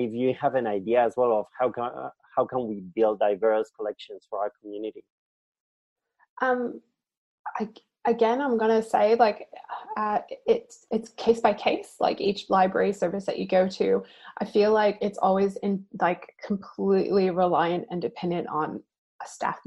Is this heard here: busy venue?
no